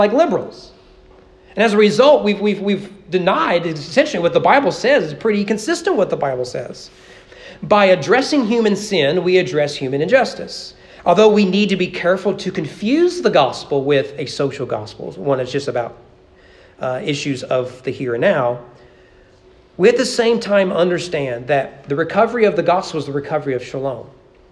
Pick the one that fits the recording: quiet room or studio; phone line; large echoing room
large echoing room